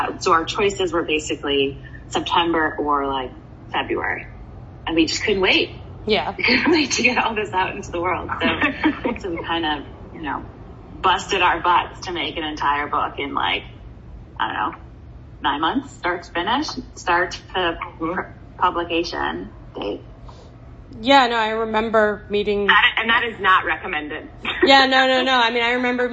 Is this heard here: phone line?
yes